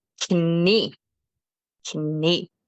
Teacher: So contrary to English, we do pronounce the K when it is in front of an N. So it's pretty much written the same, except we do pronounce the K.